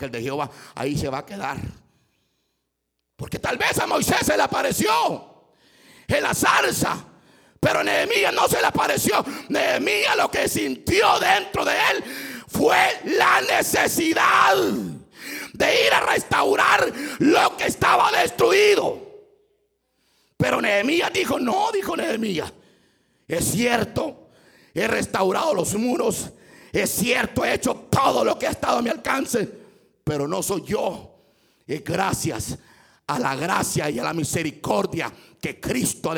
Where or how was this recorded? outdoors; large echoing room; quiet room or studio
large echoing room